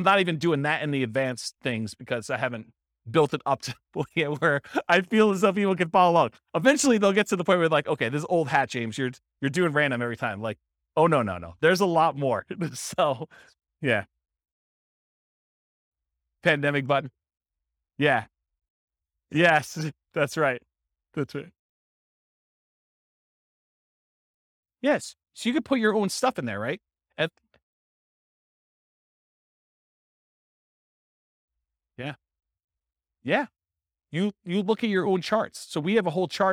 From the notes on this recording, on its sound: This was a live class recorded